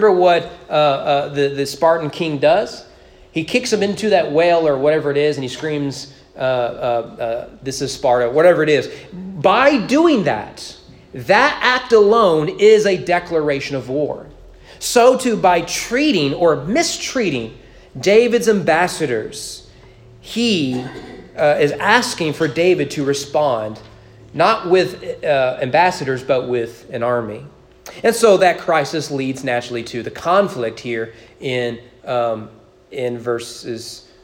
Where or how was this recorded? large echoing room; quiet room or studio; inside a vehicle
large echoing room